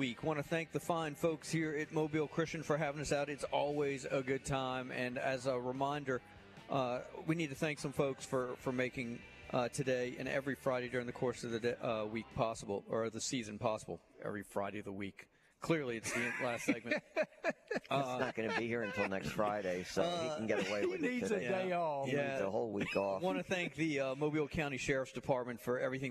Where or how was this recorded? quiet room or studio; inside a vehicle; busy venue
busy venue